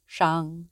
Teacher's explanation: Tone 1 is a steady high pitch